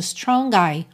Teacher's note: você junta strong com I, o G juntando